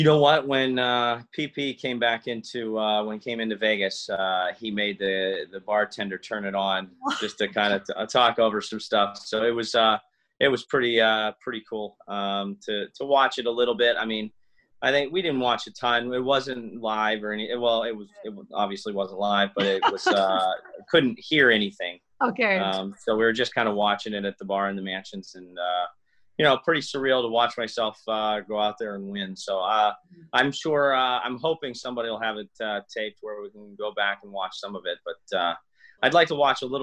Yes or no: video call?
yes